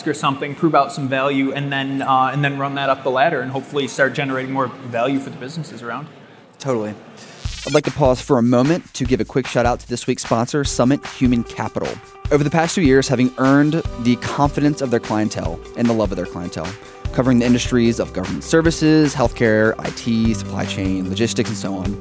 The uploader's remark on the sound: A two day exclusive event consisting of in-depth workshops, and incredible presentations given by a diverse line-up of expert speakers + thought leaders in Data. Live during the conference to get the exclusive insight on rvatech/Summit 2020.